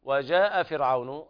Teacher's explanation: هذا مد واجب متصل لا يجوز قصره بحال